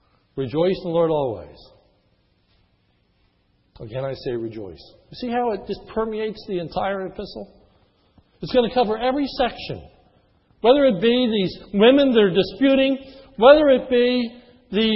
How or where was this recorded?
large echoing room